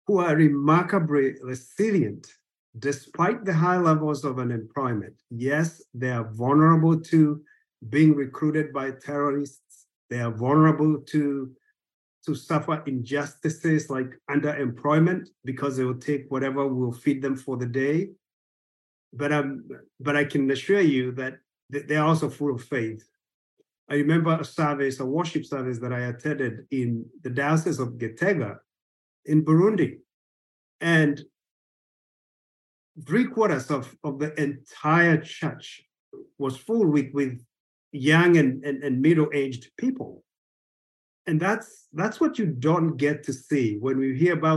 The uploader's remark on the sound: a recording of a recent webinar